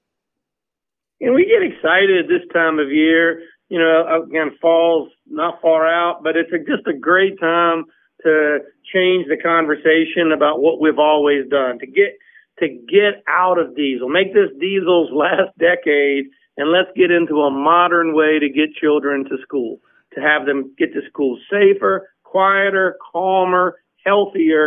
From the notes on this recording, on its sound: called in to share information